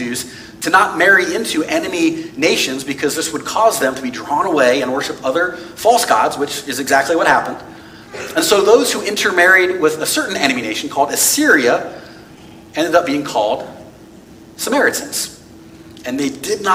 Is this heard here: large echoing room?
yes